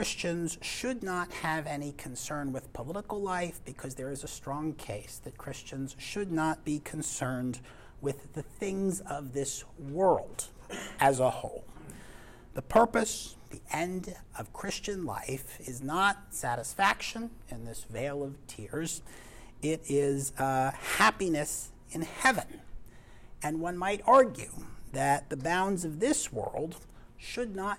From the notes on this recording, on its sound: This lecture was given on November 7th, 2023, at University of North Texas.